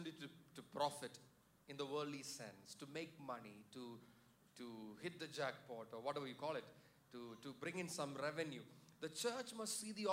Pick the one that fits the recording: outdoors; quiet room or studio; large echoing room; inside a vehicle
large echoing room